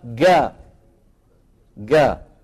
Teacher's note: نفس الصوت اللي بيستعملوه اهل مصر في القاهرة واسكندرية بالجيم